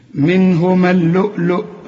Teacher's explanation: يخرج منهما، منهما النون هنا ساكنة وبعدها هي، الهاء من حروف الإظهار ما تغنش أبدا، واللي نون بعدها هي ما فيش غنة